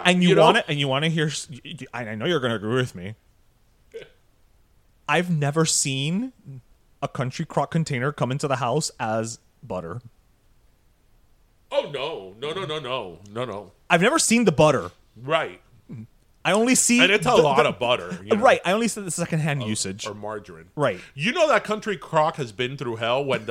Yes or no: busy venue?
no